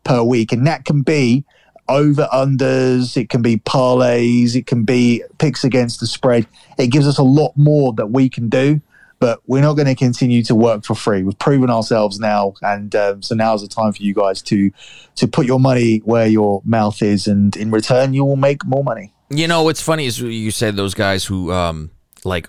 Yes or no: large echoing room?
no